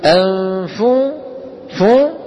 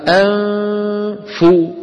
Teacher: لما ننطق الفاء ينقطع صوت الغنة · Shown in: second take · Term: الإخفاء